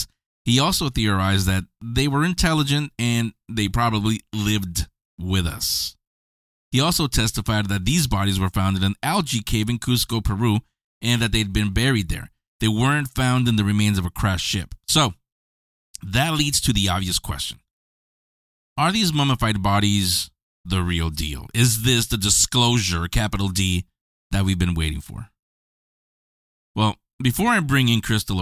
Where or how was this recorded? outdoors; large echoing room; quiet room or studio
quiet room or studio